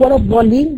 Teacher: يتعودوا على إن هم ينطقوا حرف الضاد ظا